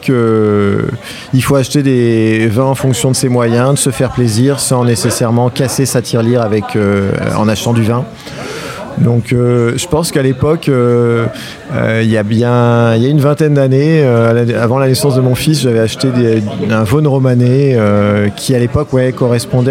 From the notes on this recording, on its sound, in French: Enregistré au Wine Therapy (Paris 9e).